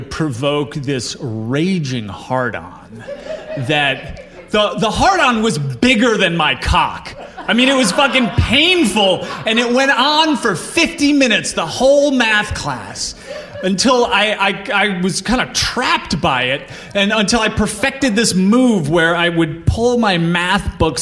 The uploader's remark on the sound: Live From Albany! Share stories at our live show at the Linda Theater in Albany.